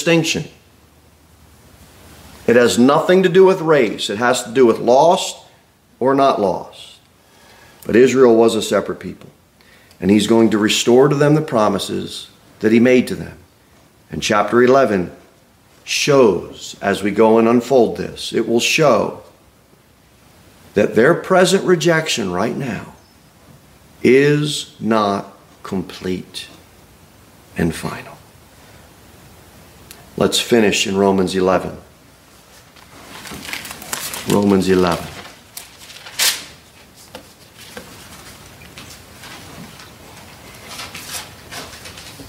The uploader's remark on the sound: Sermon delivered at Pilgrim Baptist Church on Sunday, October 22, 2023, at 11:15 am. Jere Whitson Rd.